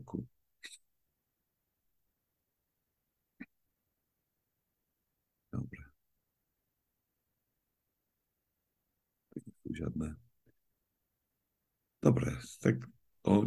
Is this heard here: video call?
yes